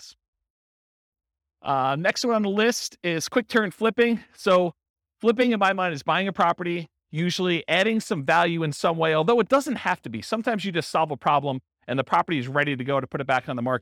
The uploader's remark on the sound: This was a live class recorded